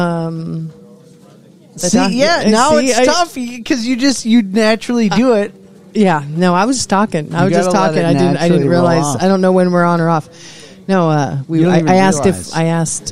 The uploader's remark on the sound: This installment of The Five Count was broadcast live from the waiting room at the doctor’s office!